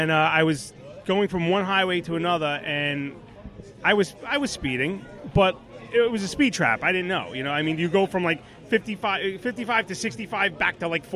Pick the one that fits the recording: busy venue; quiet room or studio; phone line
busy venue